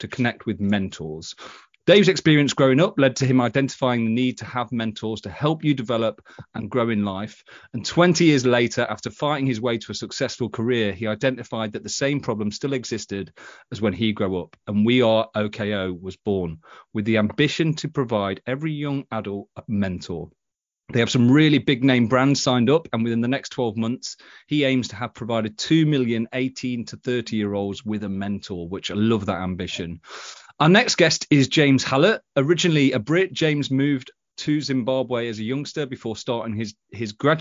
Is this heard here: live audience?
no